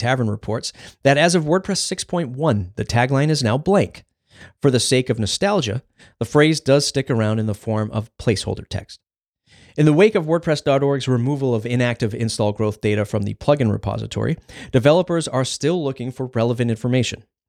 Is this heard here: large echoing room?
no